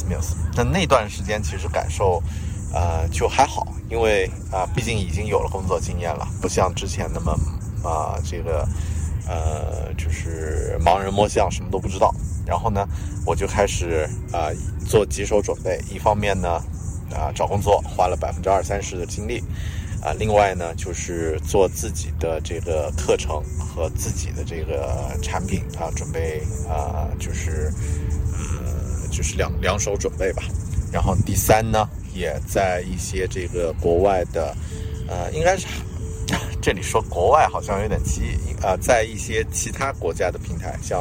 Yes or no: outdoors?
yes